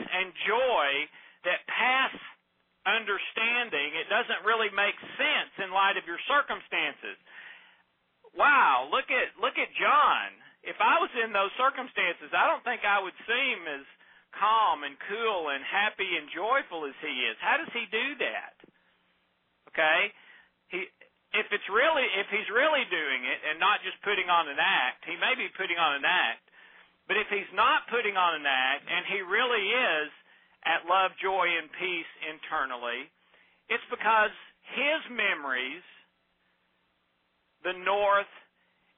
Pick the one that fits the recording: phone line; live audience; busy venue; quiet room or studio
phone line